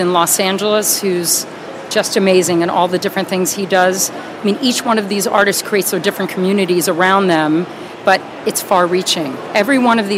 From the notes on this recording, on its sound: Live from Untitled Art Fair.